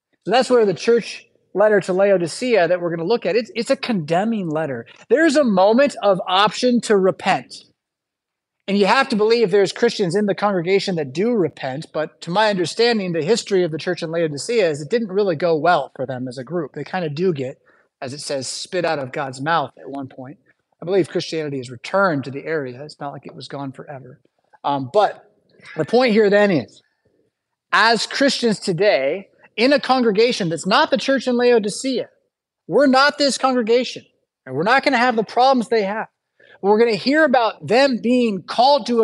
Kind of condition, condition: setting, large echoing room